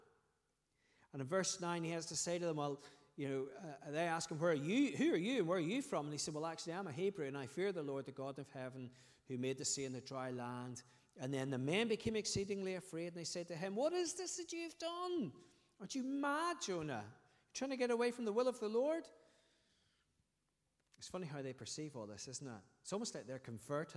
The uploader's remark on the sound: Sunday 20th August 2023 evening service